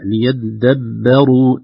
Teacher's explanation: أيضا ليتدبروا ترقيق الباء، لا نقول ليتدبروا، لا، ليتدبروا ترقيق الباء خوفا من تأثرها بالراء المفخمة بعدها